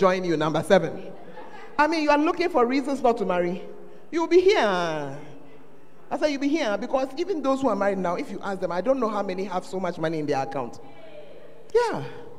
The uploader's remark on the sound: Preached at the Fountain Of Life Cathedral